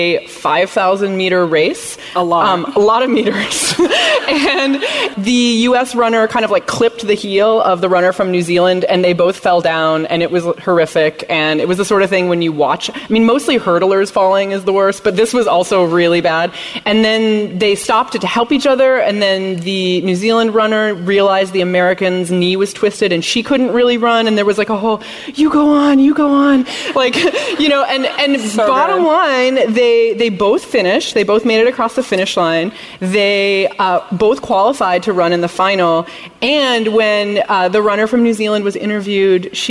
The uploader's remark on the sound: From our live show in Los Angeles.